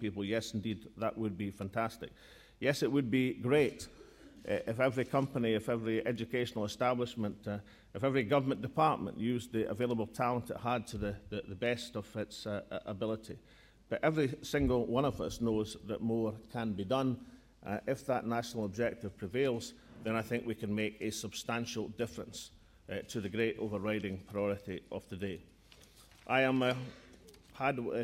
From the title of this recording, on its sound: National Economic Forum: 1 February 2012: Welcome, First Minister’s opening address and Q&A session